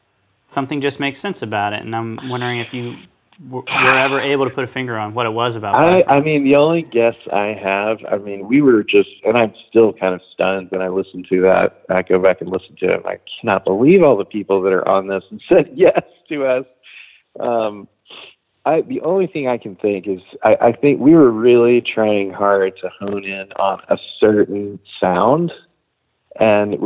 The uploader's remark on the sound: talks on the phone